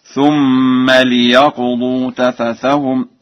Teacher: قرأ ورش بكسر اللام في ليقضوا